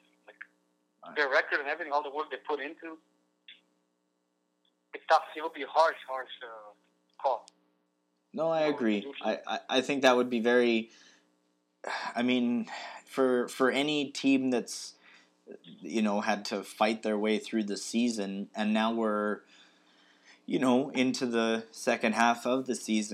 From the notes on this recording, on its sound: Stay home and toke over the phone again this week as the need to prevent the spread of coronavirus escalates.